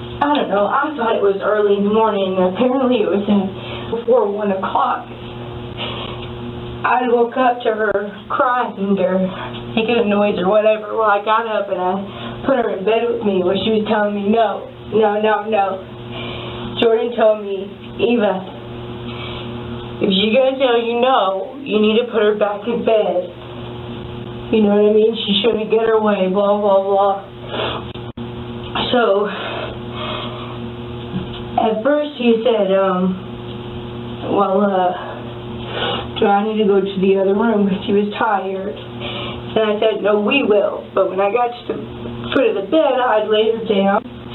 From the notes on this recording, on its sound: After hours of being questioned at the Van Buren, Arkansas police department. What you're about to hear is that phone call.